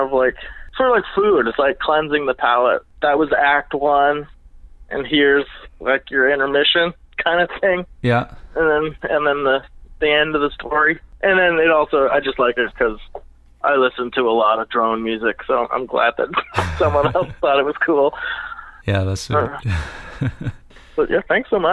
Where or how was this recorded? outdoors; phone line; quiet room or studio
phone line